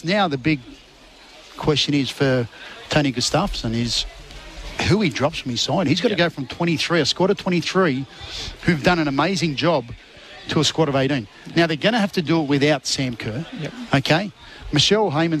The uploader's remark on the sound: Live this week from Umina Beach surf club for the surfers with disabilities.